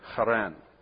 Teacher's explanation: I just make that guttural H because it's spelled the same way in English.